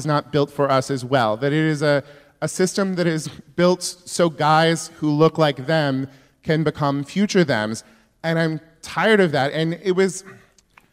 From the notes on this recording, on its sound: At the Crawford Family Forum at KPCC in Pasadena, Calif. Takes questions from the audience.